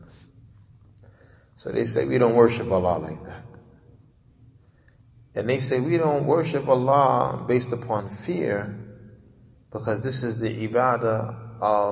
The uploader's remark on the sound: Lecture given at Masjid Nur Allah, Queens, Ny